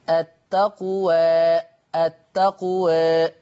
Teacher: عمل اللسان ما بين الألف وما بين الياء، التقوى التقوى هكذا، هذا هو التقليل بشيء من اللطف دون مبالغة